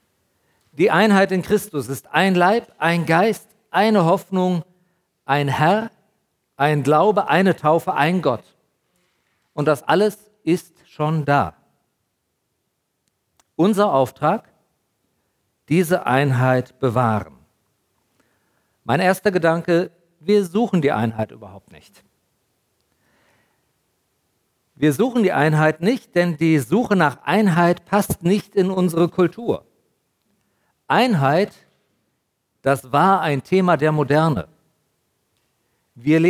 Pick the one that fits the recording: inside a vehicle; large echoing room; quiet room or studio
large echoing room